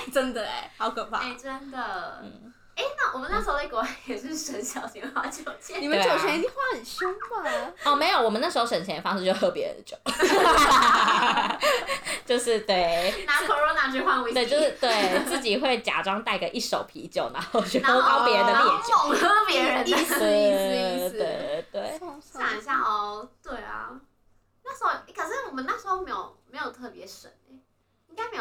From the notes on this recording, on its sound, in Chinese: 第一次錄音，音質請見諒，少女們太吵也請見諒。